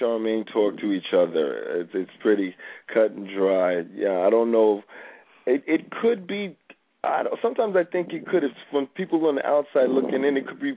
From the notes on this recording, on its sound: We also have a special guest star call in.